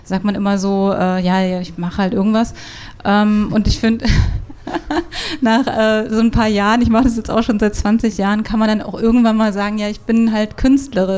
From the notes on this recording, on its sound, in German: Wir sprechen auf dem Pop-Kultur-Festival